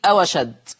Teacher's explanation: في الآية 74 لفظ أو أشد، الواو ساكنة، تحذف همزة أشد وبناخد حركة الفتح اللي عليها وتوضع على الواو فتصير أو أشد. · Term: النقل